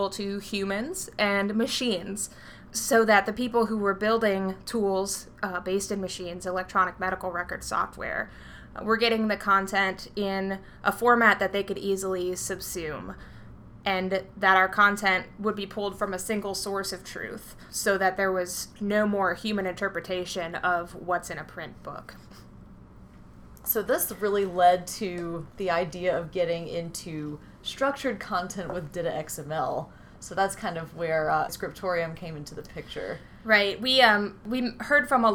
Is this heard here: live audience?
no